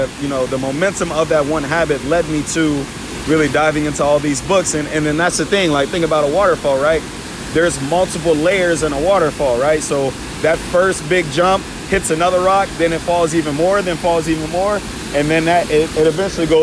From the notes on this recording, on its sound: live from Garwin Falls in Wilton, New Hampshire